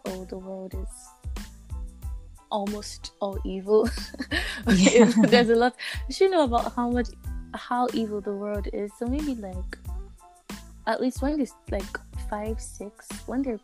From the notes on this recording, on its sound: The audio quality may not be the best